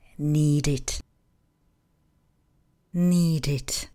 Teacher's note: U nich v koncovce ed, česky ed, samohlásku musíme vyslovit. Vyslovujeme ji jako i.